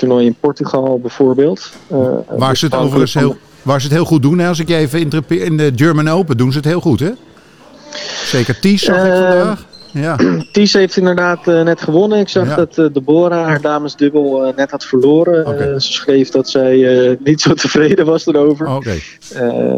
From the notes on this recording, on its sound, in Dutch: Vooraf aan de halve finale van het landkampioenschap hebben we een telefonisch interview gedaan.